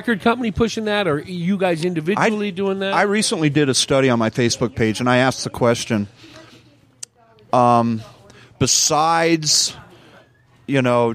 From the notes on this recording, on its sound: This episode was recorded at & brought to you by Big Daddy E’s BBQ & Catering. This episode was recorded at & brought to you by Big Daddy E’s BBQ & Catering.